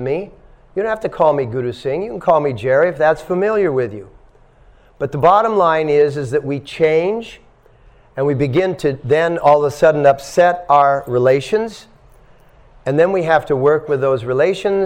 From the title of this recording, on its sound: At The Dharma Temple – Vancouver